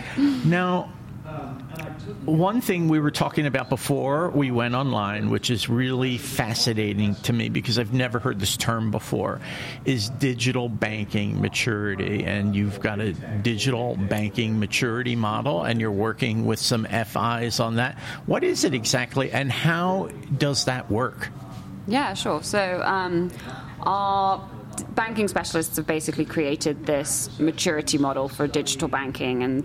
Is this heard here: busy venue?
yes